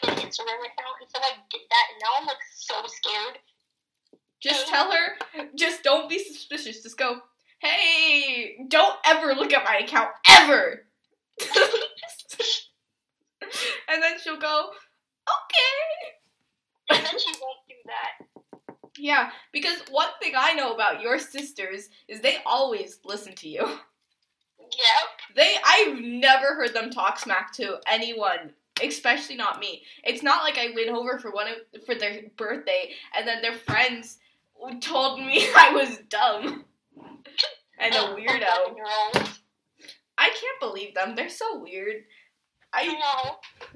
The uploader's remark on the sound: the audio sucks so much.